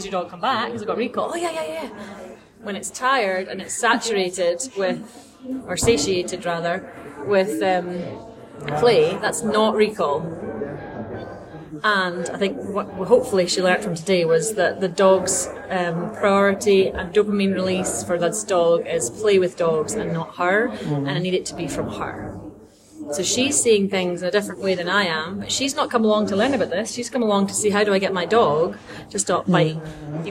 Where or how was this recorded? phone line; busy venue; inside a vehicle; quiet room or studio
busy venue